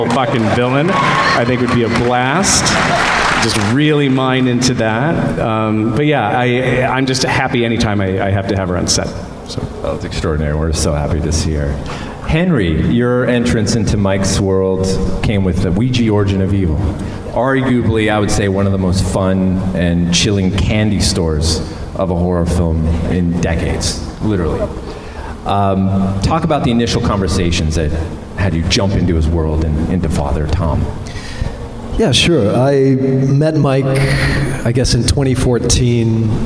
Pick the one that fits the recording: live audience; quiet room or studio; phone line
live audience